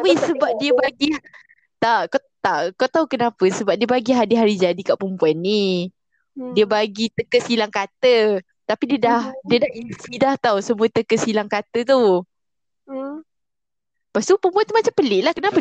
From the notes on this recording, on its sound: Sorry for the audio guys. We've try our best to let you hear us clearly.